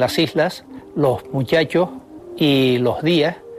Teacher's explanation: aspiran los canarios la S que aparece a final de sílaba · Term: aspiración